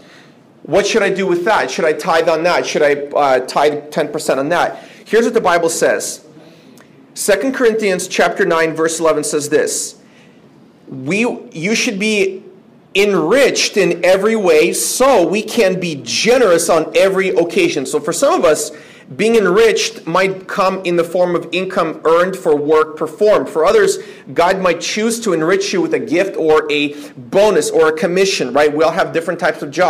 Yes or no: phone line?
no